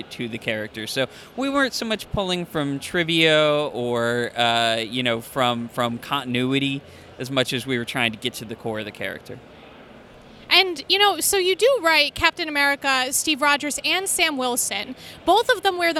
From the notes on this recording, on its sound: Five Points Festival 2017. Interviewed at Five Points Festival in NYC.